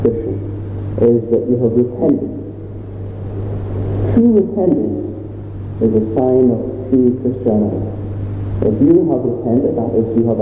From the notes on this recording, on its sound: Apologies for the sound quality.